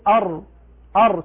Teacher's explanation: الراء تخرج من ظهر رأس اللسان مع ما يحاذيها من لثة الأسنان العليا · Term: مخرج الراء